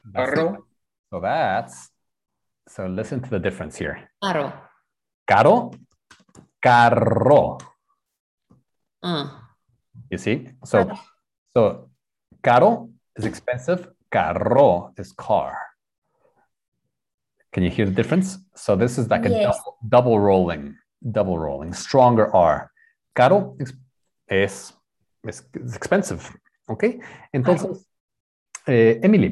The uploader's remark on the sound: Spanish Class on Zoom.